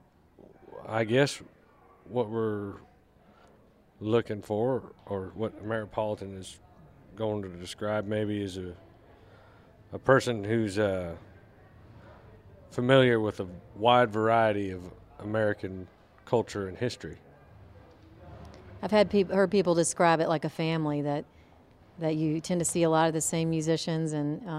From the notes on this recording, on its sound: live from the 2018 Ameripolitan Awards at the Guesthouse at Graceland